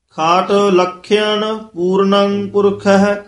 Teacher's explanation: ਖਾਟ ਪਦ ਇਸੇ ਤਰ੍ਹਾਂ ਪੋਲਾ ਬੋਲਣਾ, ਖੱਟ ਨਹੀਂ ਕਹਿਣਾ